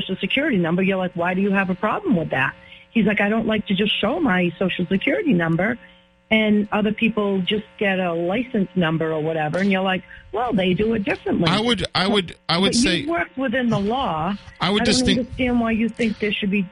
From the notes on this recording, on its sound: continues to take calls, some friendly and some not so friendly, from the audience